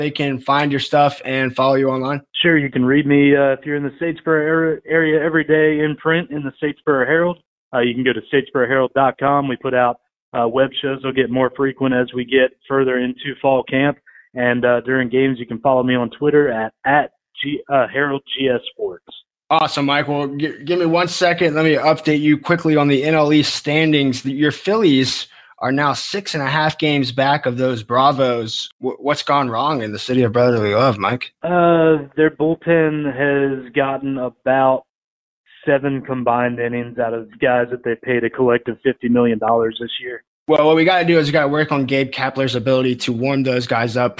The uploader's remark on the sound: joined over the phone